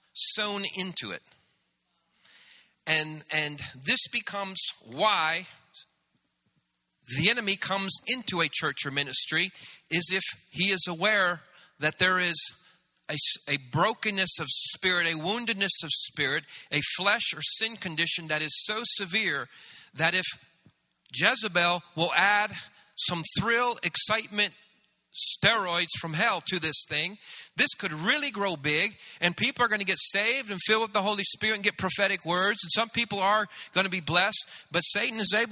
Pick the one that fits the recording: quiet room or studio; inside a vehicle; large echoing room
large echoing room